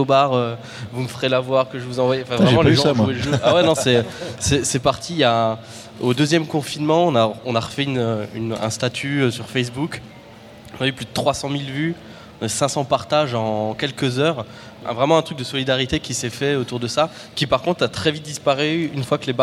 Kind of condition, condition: setting, live audience